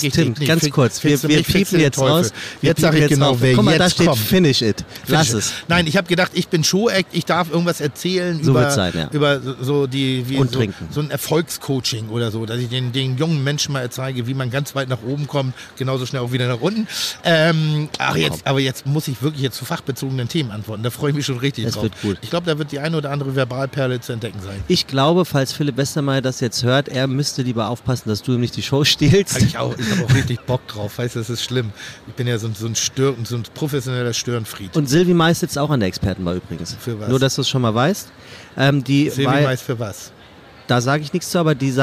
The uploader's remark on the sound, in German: Live vom OMR Festival 2019. Diese Online Marketing Konferenz in der Hamburger Messe nutzen sie, um ihre Hörer auch mal zu Wort kommen zu lassen.